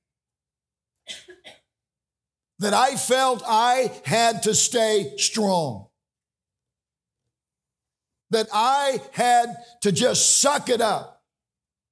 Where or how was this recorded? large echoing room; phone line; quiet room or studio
large echoing room